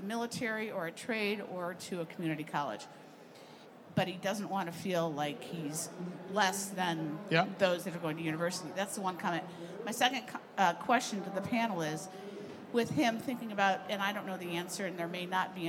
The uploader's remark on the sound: Recorded live from the KBISNeXT stage.